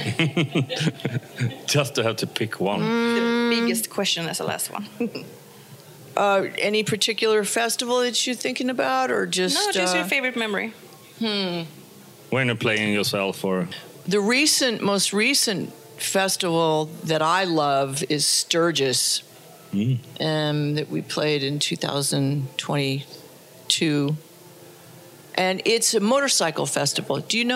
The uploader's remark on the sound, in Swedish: Rockflödet är på plats igen på Sweden Rock Festival och täcker festivalen.